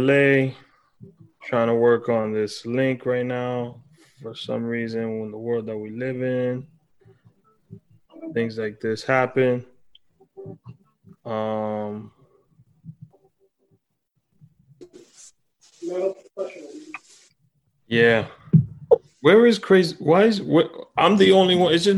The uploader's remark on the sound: using ZOOM Video Conference